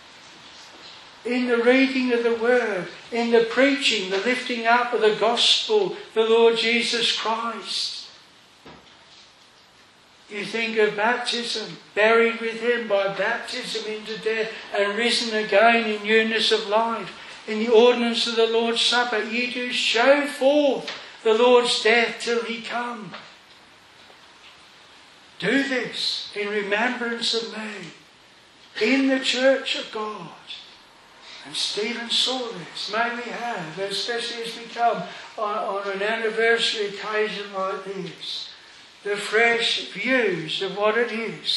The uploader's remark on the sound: This sermon was preached at Hedge End Strict Baptist Chapel. On the 183rd Anniversary.